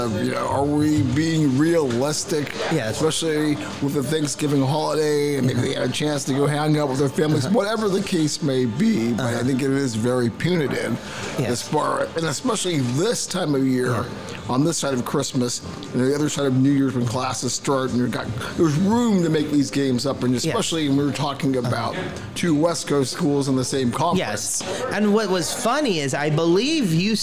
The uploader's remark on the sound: recorded at the legendary Max's Tavern